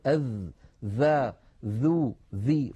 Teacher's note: أولا الذال مجهورة والذال رخوة والذال مستفلة كما أنها منفتحة